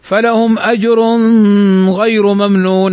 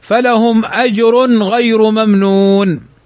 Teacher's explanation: تنوين أتى بعده الغين، والغين من حروف الإظهار فيجب الإظهار · Shown in: second take · فلا نقول فلهم أجر غير ممنون هذا خطأ، وإنما نظهر